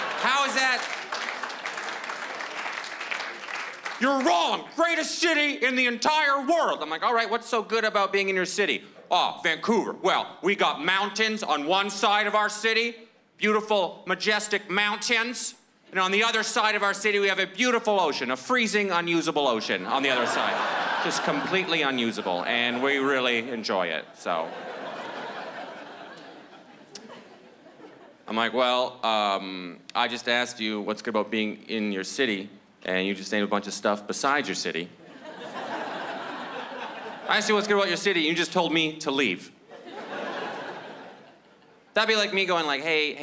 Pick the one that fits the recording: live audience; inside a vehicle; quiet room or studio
live audience